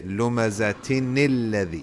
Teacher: The wasla here, this little sad, means you don't pronounce a.